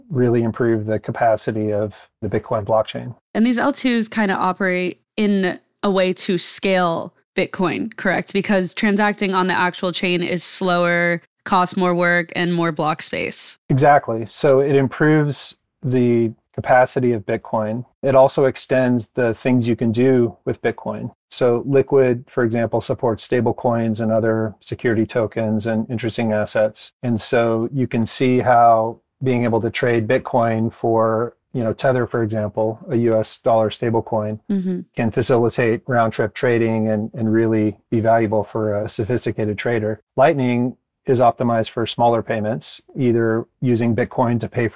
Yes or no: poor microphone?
no